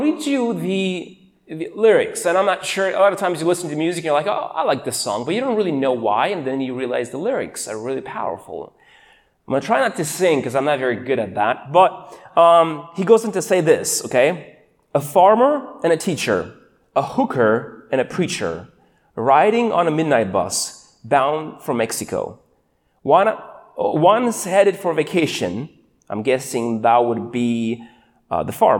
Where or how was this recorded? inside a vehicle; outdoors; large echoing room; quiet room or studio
large echoing room